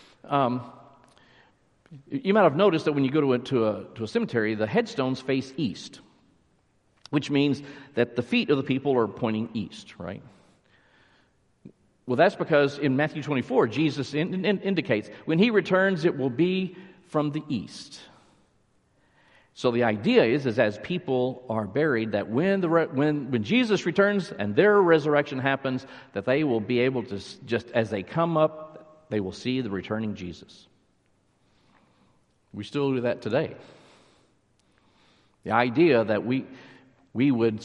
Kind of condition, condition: setting, large echoing room